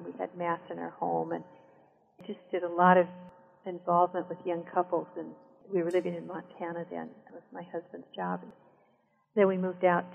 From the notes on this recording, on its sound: I apologize in advance for the quality of the sound.